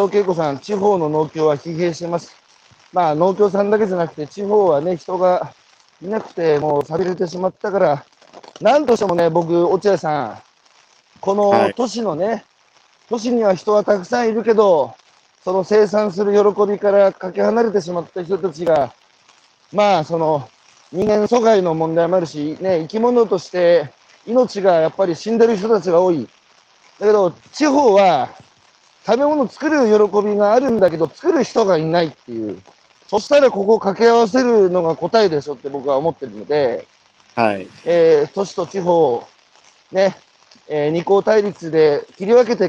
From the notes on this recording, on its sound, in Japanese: 歩きながら1時間、対談する